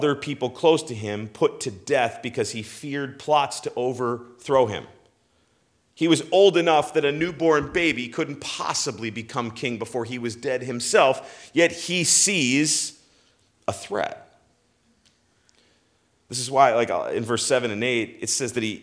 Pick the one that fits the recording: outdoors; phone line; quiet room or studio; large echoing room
large echoing room